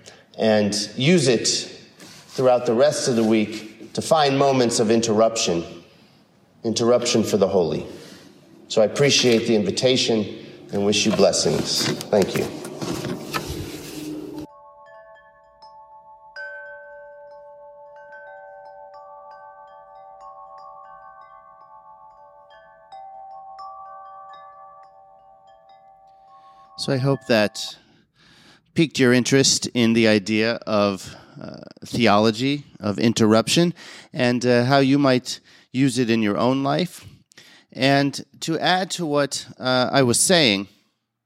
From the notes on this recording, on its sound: a recent sermon (5/29/22) he delivered at San Marino UCC